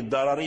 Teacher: أي الراء الأولى من في الضرر مفخمة